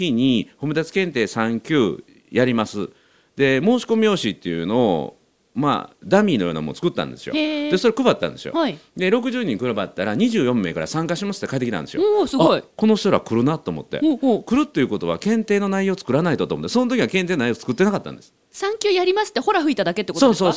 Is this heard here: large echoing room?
no